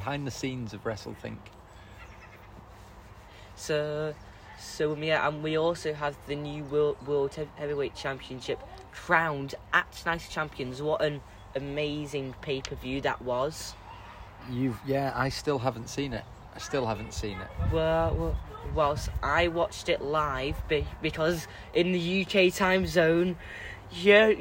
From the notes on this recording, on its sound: This episode is recorded outside next to a fishing lake, and you may hear some bird song and some ducks quacking nearby. This is a young person and his dad recording a podcast.